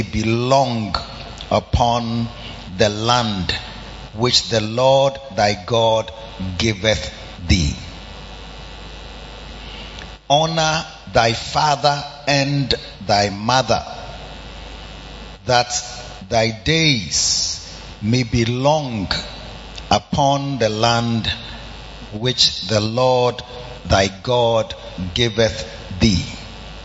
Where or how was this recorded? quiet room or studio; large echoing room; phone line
large echoing room